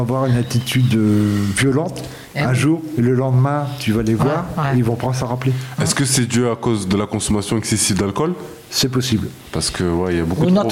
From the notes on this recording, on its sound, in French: Voix Croisées - Marseille. Emission enregistrée à l'atelier de mars le 3 juin 2023, à l'occasion des 6 ans de La Cloche Sud dans le Panier.